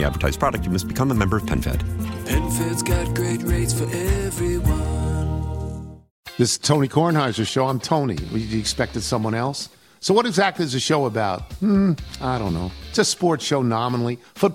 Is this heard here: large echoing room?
no